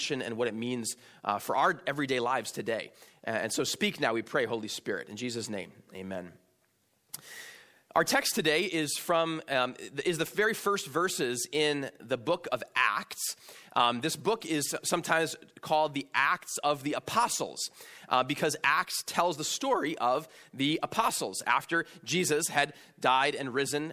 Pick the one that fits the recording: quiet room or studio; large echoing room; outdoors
large echoing room